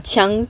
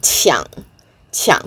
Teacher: Qiang, first tone, that's the gun. But if it's the third tone, qiang, qiang, the third tone, to rob, to take away by force, qiang duo.